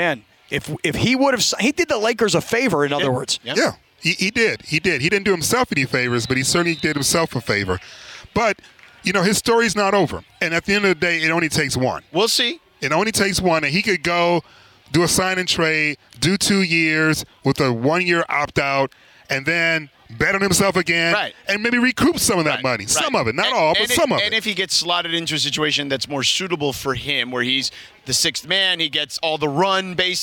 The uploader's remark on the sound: The guys are live from UC Irvine from Rams Camp.